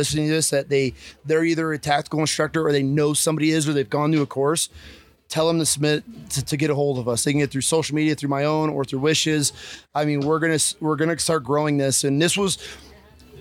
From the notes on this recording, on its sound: Live from Mountain Archery Fest